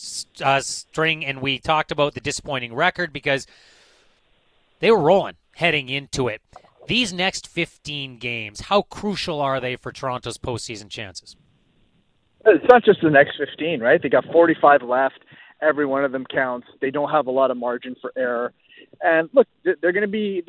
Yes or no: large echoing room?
no